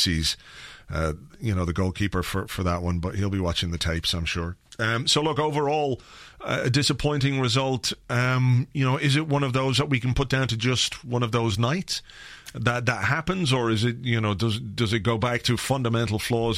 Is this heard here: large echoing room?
no